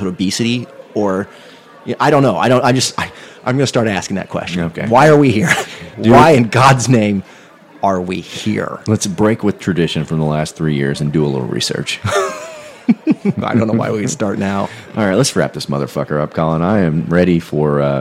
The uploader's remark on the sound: Live from Hoover, Alabama, the Mizzodcast gang crashes SEC Media Days